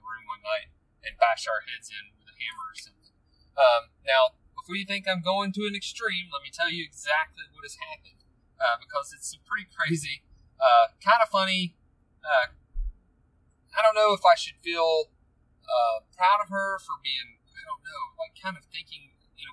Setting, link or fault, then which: fault, background noise